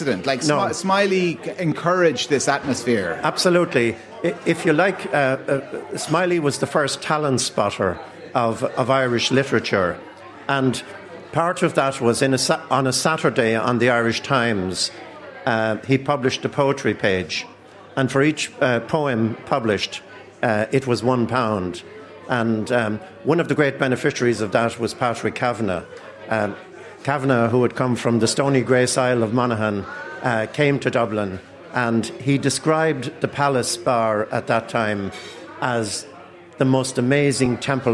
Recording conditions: busy venue